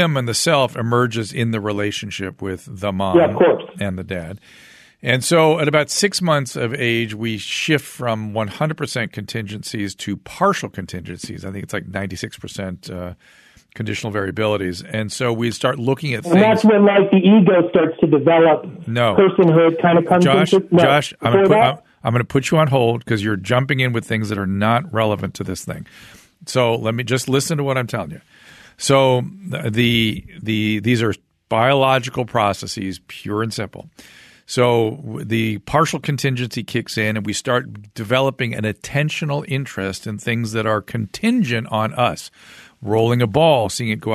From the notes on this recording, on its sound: Listener Phone Calls.